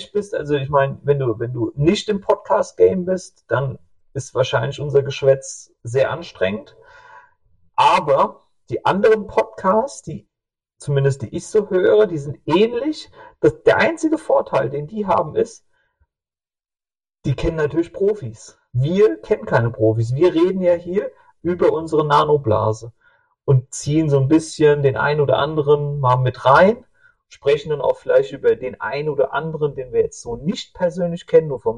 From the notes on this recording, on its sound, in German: leider kein grandioser Ton